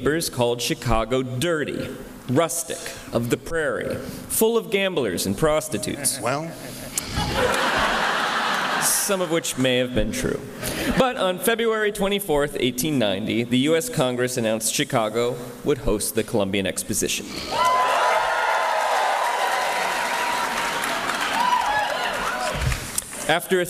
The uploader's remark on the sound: In this live podcast episode, two actors playing New York and Chicago duke it out over who will host the coveted 1893 World’s Fair.